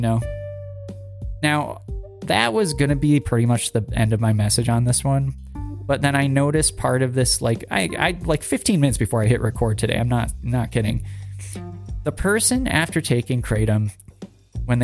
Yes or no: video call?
no